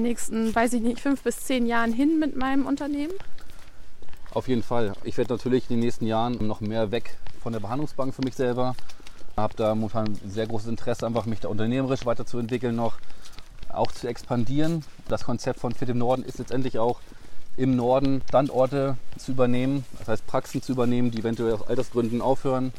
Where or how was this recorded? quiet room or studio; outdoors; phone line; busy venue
outdoors